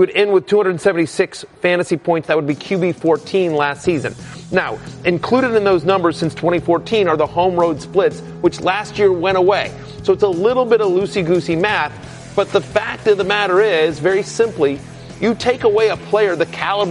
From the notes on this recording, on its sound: Live from the Fantasy Marathon